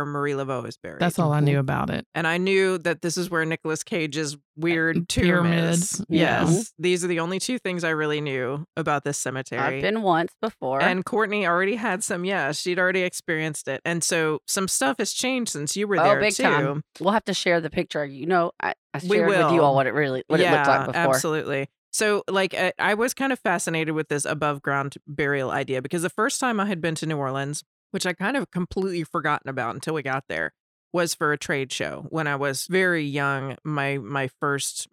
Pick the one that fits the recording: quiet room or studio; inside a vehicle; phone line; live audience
quiet room or studio